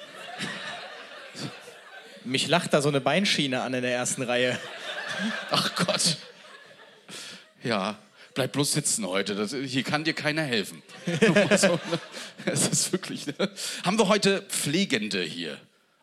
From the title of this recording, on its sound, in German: Live aus Hamburg